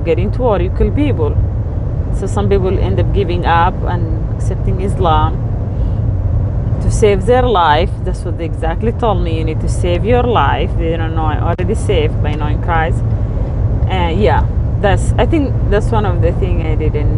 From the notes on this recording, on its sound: While driving between locations